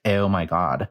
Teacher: the Western dialect, the O is almost like more forward, like O, like I'm going to exaggerate it like a Valley Girl sound, but like, oh my God.